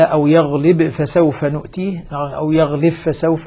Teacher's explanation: ستسقط الباء في الفاء ذاتا وصفة طبعا هنا لأن الإدغام سيكون كاملا.